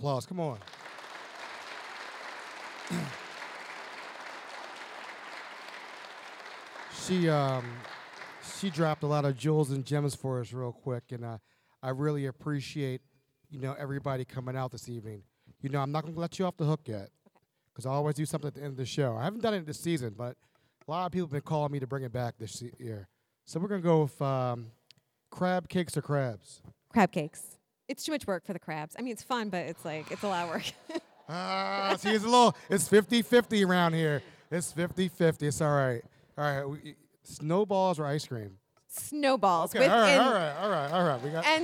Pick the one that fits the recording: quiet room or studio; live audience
live audience